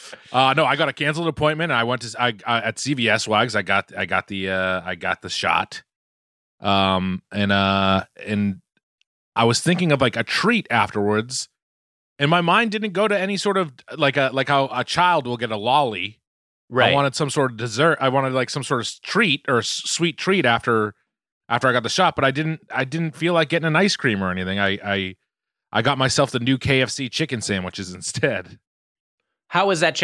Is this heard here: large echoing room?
no